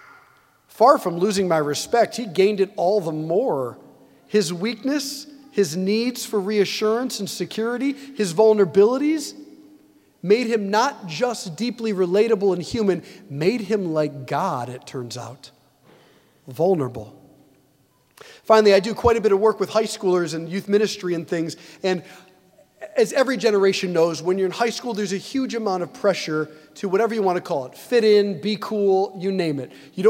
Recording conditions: large echoing room